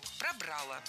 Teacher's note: окончание в спорных случаях должно быть безударным. Поэтому переносим его на второй слог. · Term: ударение